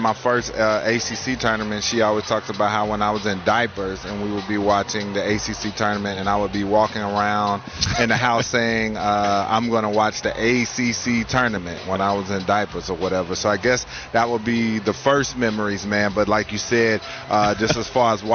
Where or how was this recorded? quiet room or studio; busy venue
busy venue